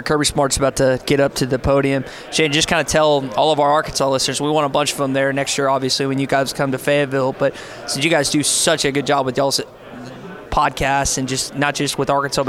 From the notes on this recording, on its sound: At SEC Media Days! Live from Radio Row.